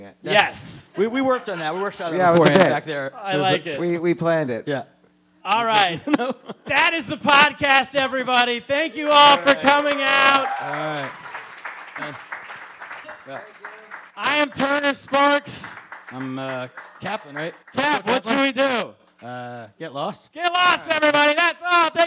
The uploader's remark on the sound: live podcast, recorded at the legendary Stand Up NY comedy club on the Upper West Side of Manhattan